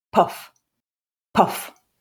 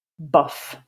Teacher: in puff, there should be a small gap between finishing that consonant sound and turning on the voice for the vowel · Shown in: first take · Term: puff of air